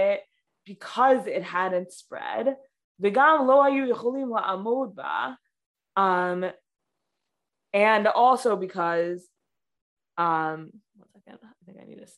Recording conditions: video call